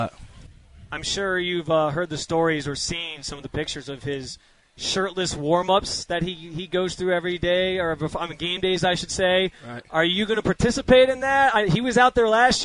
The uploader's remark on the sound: live from Browns training camp in Berea